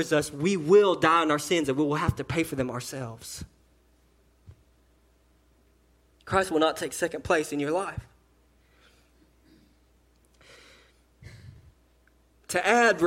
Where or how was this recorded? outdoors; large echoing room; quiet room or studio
large echoing room